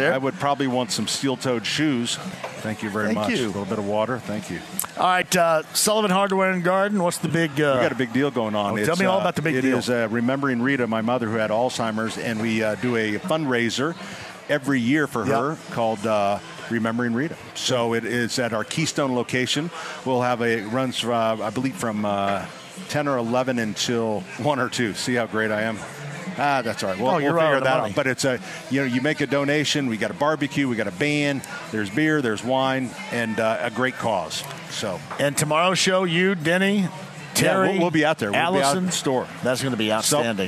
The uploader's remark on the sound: Live From Twin Peaks in Greenwood!